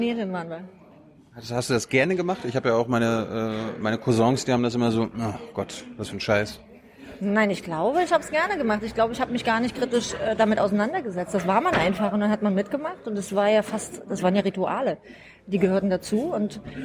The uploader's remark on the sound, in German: im "ocelot, bookstore" in der Berliner Brunnenstraße aufgenommen